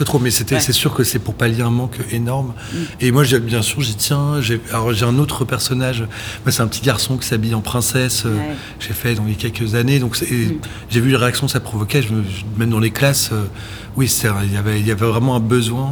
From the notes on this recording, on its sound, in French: Enregistré à Marseille Series Stories. Enregistré à Marseille Series Stories dont BetaSeries était partenaire.